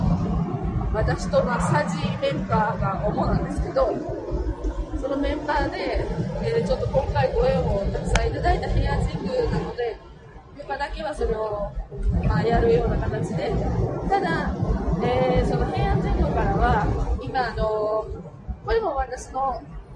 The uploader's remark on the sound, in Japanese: 新幹線の車中で収録をしたので。かなり雑音が入って聞きづらいですが、。